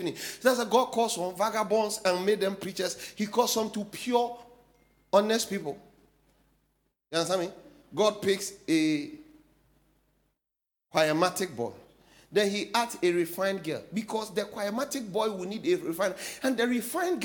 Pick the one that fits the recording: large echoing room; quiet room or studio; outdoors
large echoing room